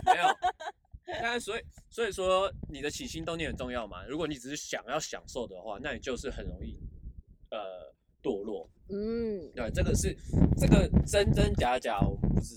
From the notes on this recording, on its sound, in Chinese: 首創戶外錄製。擎天崗。